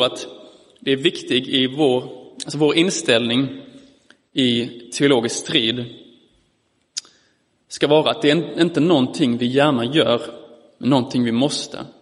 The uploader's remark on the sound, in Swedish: Inspelad i Roseniuskyrkan den 18 september 2022.